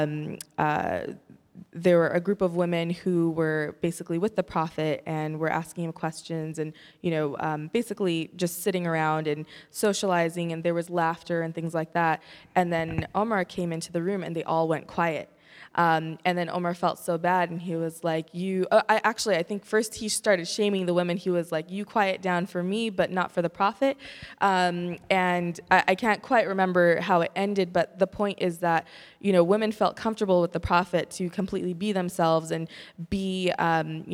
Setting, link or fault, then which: setting, live audience